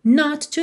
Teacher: not to vira not to. Ou seja, um T só ligando